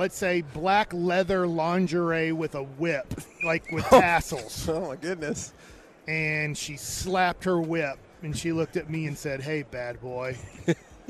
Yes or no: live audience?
no